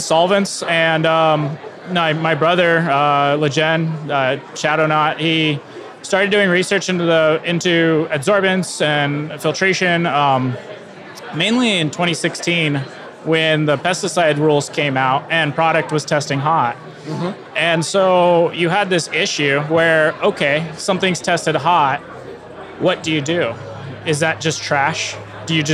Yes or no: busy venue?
yes